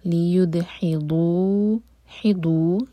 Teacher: لیدحضوا، ید دال لائٹ اور قلقلہ، لیدحضوا، حضوا، یہاں پر ہے ضاد، زبان کے سائڈ سے اور ہیوی کریں گے